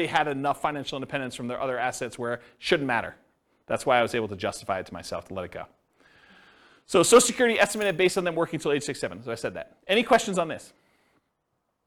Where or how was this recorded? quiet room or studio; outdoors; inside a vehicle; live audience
live audience